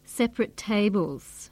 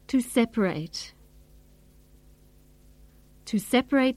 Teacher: In the adjective form, separate, the first syllable is stressed, and the second and third syllables are reduced to weak forms. In the verb form, to separate, the last syllable is stressed as well as the first, and so the vowel is not weakened. · Shown in: second take